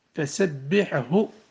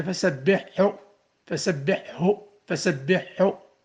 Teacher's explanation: وإن كان علماء التجويد ينبهون على أنه ينبغي إظهار الحاء قبل الهاء في هذه الكلمة القرآنية فسبحه، لأن كثيرا من الناس يقع في الإدغام لقرب المخرجين، لأن الحاء أقوى فهي تجذب الهاء إلى نفسها · Shown in: second take · مع أن التحفظ عن ذلك لازم والإظهار واجب.